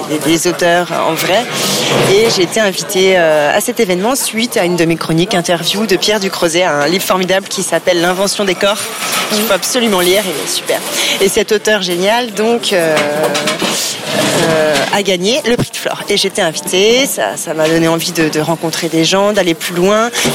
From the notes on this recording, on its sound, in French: Nous avons enregistré l'épisode en terrasse de café, face au centre Pompidou, un régal.